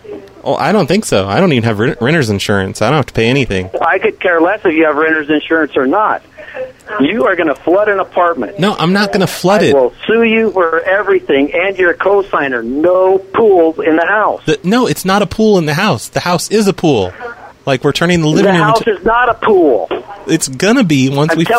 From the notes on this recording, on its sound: From archive.org was assembled into the "…'s Personal Prank Phone Calls Collection" podcast by Fourble.